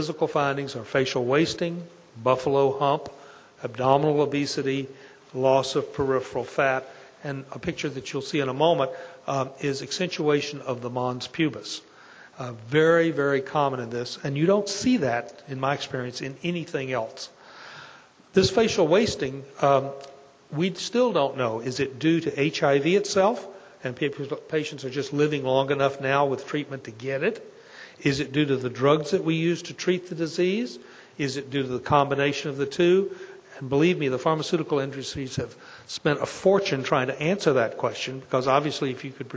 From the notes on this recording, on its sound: Audio podcast from the 8th Annual SDPA Dermatology Symposium in San Francisco.